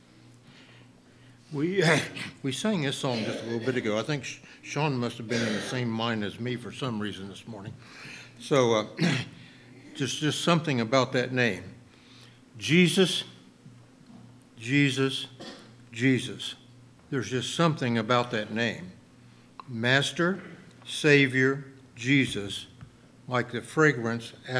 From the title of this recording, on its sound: LIVE Services at Sunshine